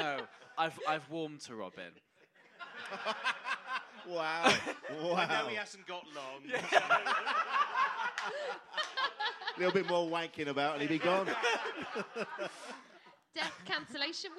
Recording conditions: live audience